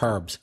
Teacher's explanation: So that means taking away R sound, so herbs. In Belfast, we would say herbs, with a bit more R sound, but still pronouncing the H. Whereas in America, they don't pronounce the H, but they put even more R sound, so it becomes herbs.